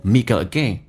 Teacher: me again 可以中间加个 y，这是元音的连音